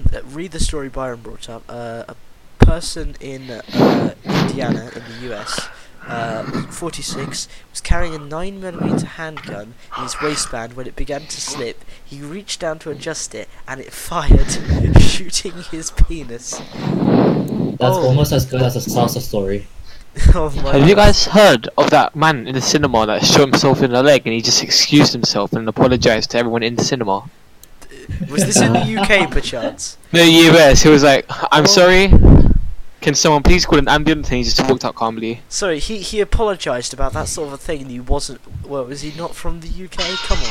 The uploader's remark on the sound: it might have made the audio quality somehow worse